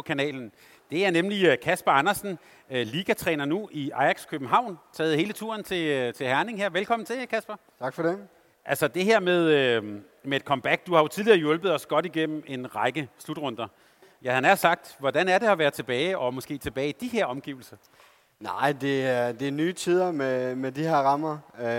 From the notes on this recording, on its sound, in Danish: Live fra Boxen. Torsdag var vi på plads på scenen i Fanzonen i Boxen forud for Danmarks første kamp i mellemrunden mod Japan. Foran et live publikum.